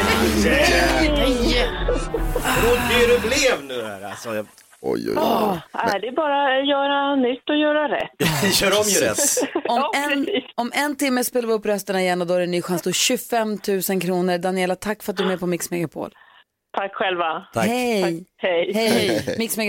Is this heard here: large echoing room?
no